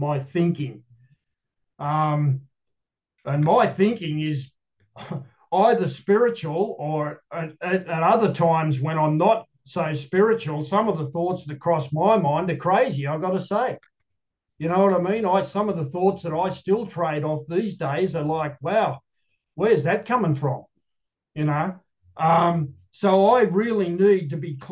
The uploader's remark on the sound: The Grace Group Zoom Series in Hattiesburg, MS.